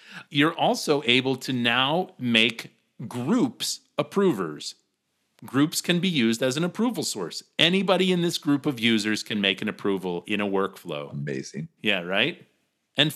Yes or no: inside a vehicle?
no